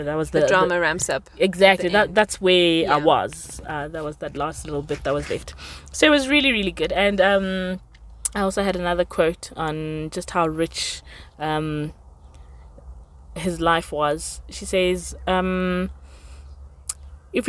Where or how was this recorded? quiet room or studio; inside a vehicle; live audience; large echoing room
inside a vehicle